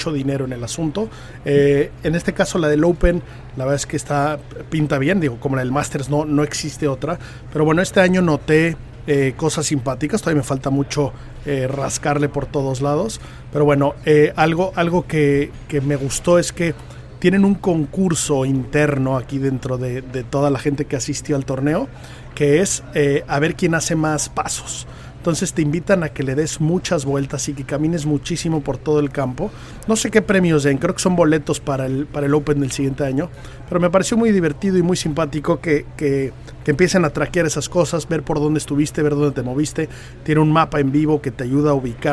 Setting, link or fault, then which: setting, busy venue